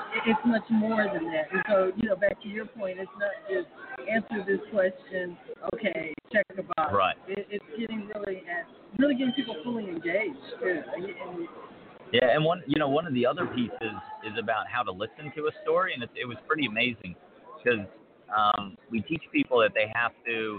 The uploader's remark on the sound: LIVE #BBCCon Las Vegas